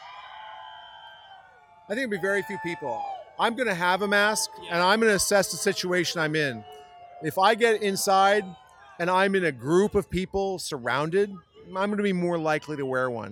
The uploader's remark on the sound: LIVE from the Tulsa … Rally!